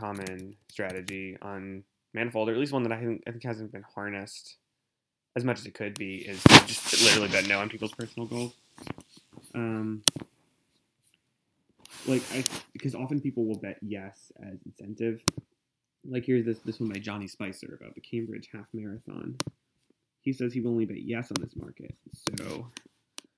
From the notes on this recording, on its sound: worst sound quality I have ever heard in a podcast, or any online audio recording really